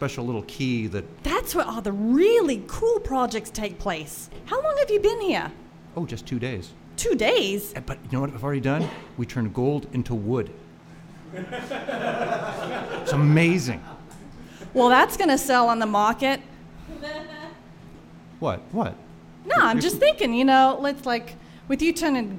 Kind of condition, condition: setting, live audience